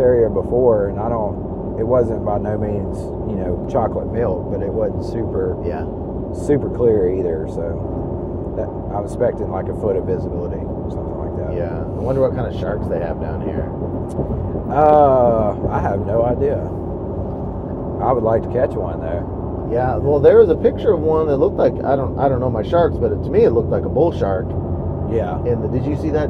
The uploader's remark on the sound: Recording from our truck